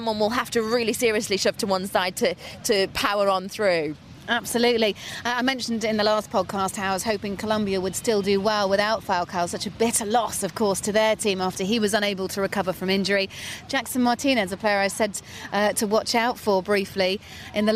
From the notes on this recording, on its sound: Recorded from Copacabana beach, Rio